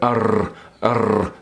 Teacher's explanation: In America, they say every R, and they curl every R, so it's fully pronounced. · Term: curl of the R